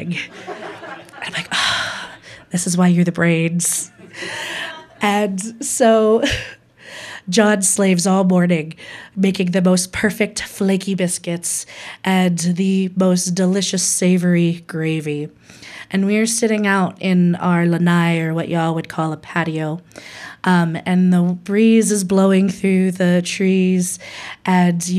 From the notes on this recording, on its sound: Recorded May 2023 at Lithic Bookstore in Fruita.